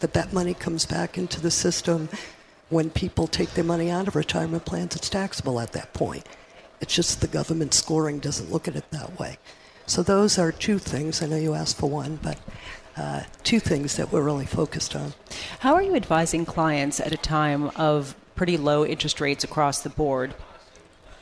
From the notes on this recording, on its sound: Live from Commonwealth Financial Network's 2017 Retirement Symposium in Boston.